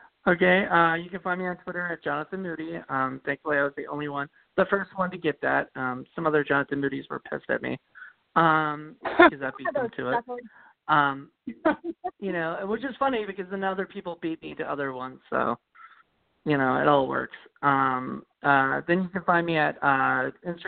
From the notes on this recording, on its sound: The October Call In Show.